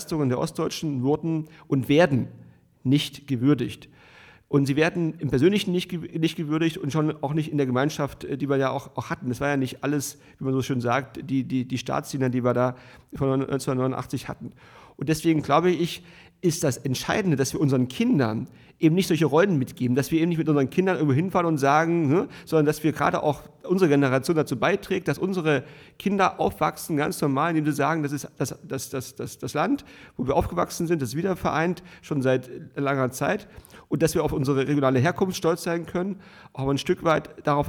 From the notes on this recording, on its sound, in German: Live vor Publikum im 1448zwo in Potsdam-Babelsberg.